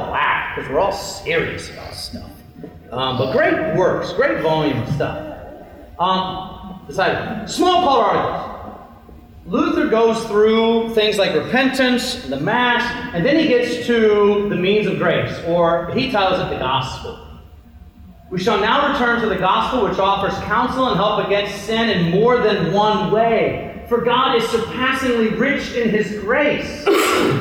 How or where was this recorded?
large echoing room